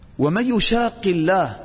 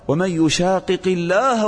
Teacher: بالإدغام، ما أظهر القاف، أخفاها بالإدغام · Shown in: first take